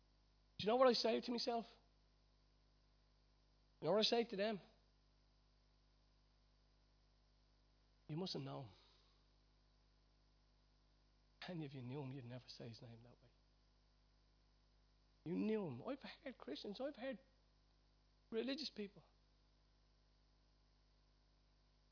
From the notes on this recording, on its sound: Recorded live at Liberty Church on 5th May 2019